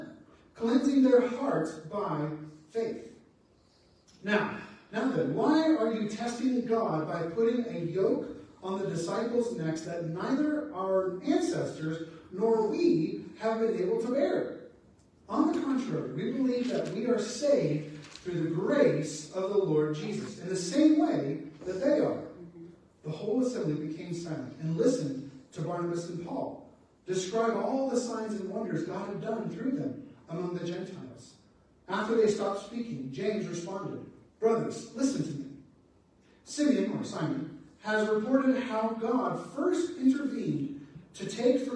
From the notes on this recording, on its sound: Apologies for the sound not working well